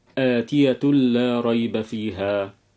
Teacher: إدغام بغير غنة، حيث يأتي التنوين بعده حرف اللام